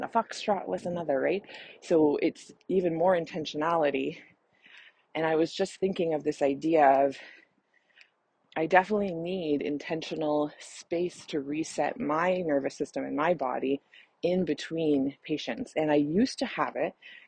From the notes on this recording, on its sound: Please enjoy the heavy breathing and birds chirping as I was literally in the middle of a run when I decided I had to record this.